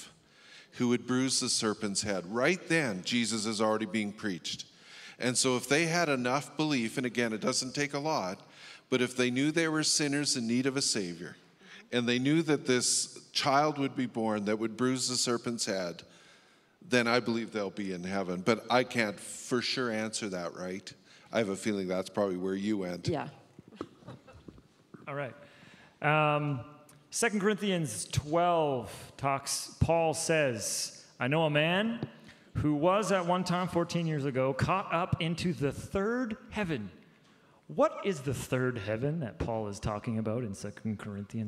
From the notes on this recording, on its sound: Our panel of ministry staff took the stage